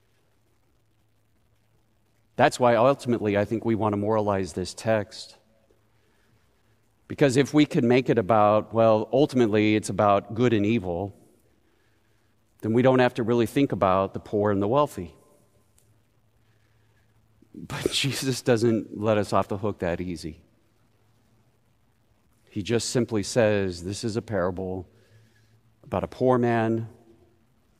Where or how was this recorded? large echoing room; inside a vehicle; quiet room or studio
large echoing room